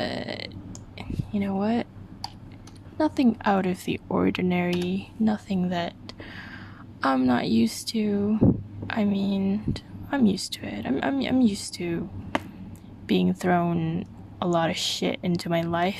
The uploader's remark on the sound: I breathe too much into the mic on this one.